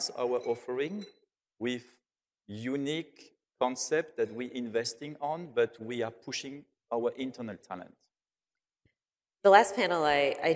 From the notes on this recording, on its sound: on stage in Dubai at Skift Global Forum East